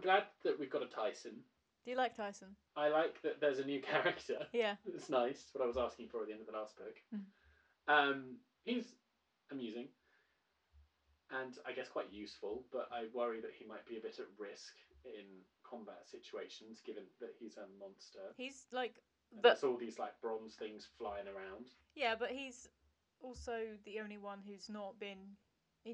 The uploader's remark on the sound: Apologies for the audio quality of this episode. Recording corrupted so we've done our best to salvage it.